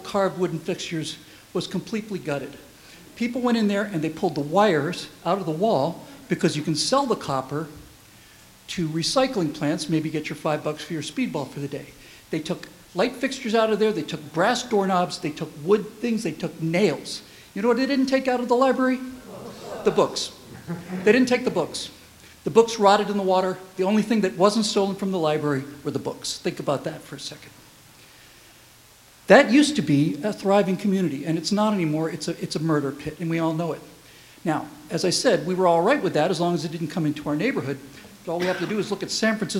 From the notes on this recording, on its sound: Give the keynote speech at the Holiday Dinner for the American Freedom Alliance. Unscripted speech.